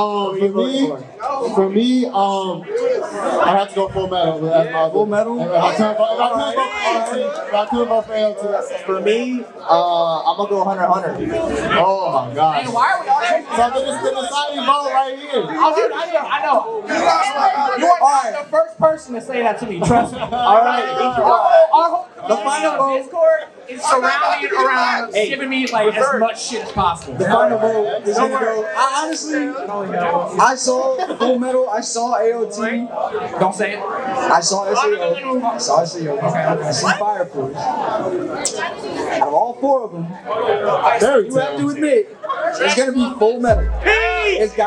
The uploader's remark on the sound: LIVE AT DREAM CON!!